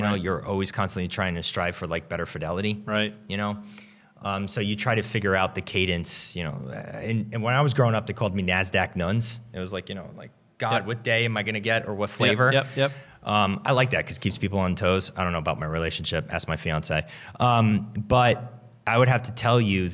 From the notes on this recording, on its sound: At the live event